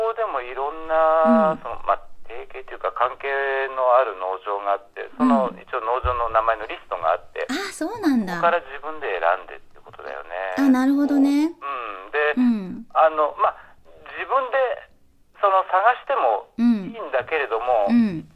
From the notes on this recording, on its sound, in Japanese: 電話インタビューをしました